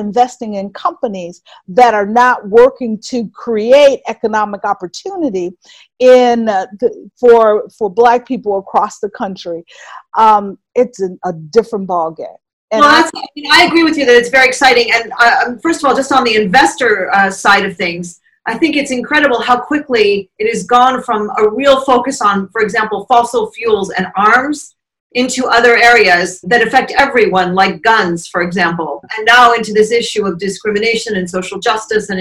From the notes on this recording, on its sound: We apologise for the sound quality for this Zoom interview while we all shelter-at-home in July 2020.